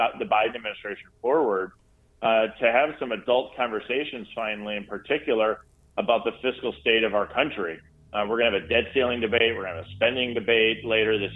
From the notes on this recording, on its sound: I spent some time on the phone